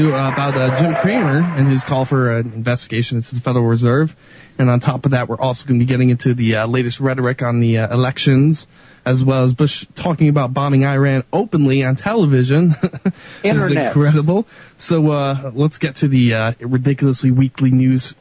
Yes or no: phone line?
yes